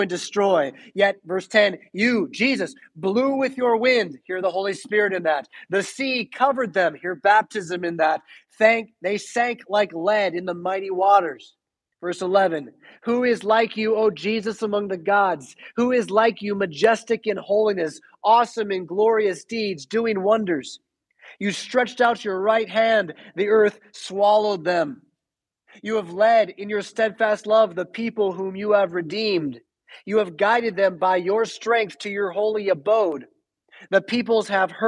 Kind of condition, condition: setting, large echoing room